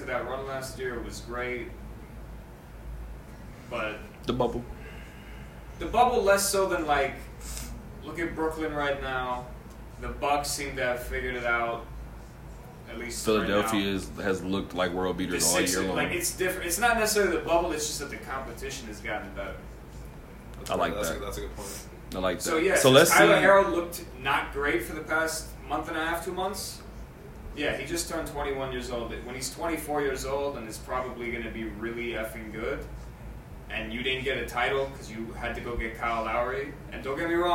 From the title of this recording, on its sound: Live from Westgate